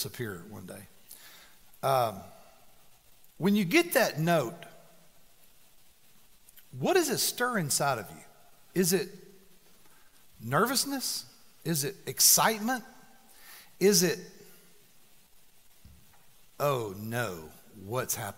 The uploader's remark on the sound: 1st message of the "Philippians" sermon series at The Fellowship at Mt Juliet. Recorded live on August 4, 2019.